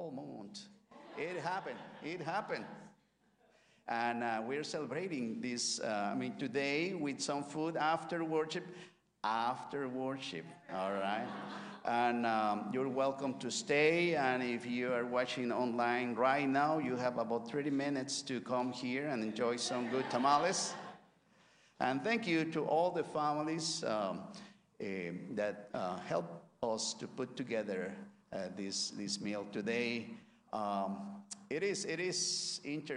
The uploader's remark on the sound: This week's service, recorded live on October 15, 2023. If you want to join us in person, we are located at 12550 Van Nuys Blvd.